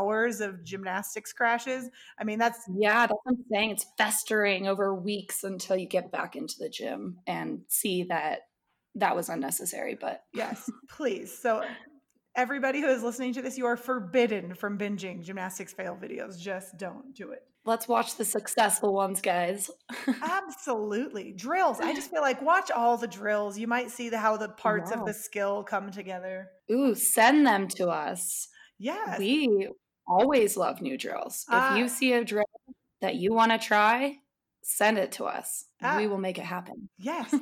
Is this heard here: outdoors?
no